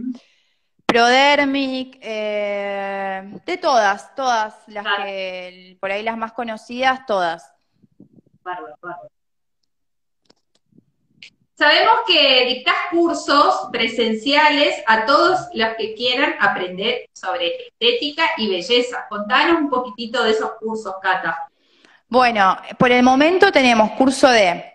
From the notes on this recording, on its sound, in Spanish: nos acompaña en la sesión de Instagram Live